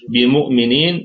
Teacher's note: بمؤمنين الميم أيضا في أقل درجات الغنة، واتصلت الكسرة بالياء الساكنة فأصبح عندنا مد طبيعي وصلا، وهو مد عارض للسكون وقفا. · الميم في أقل درجات الغنة لأنها متحركة